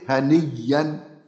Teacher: مثلا هنيئا، يبقى هني ني أن، تبقى هنيا، وأدغمنا الياء الأولى في الياء الثانية · Term: الإبدال مع الإدغام